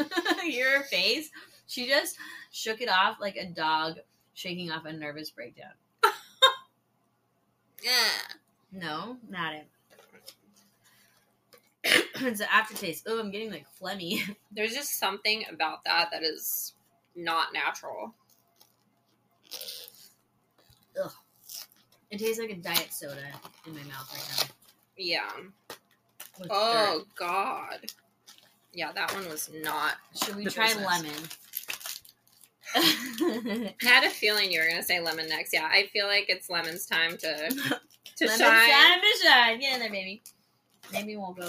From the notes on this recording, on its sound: Record together in the same room for the first time. Just a head's up there is a lot of crinkling/opening packaging noises.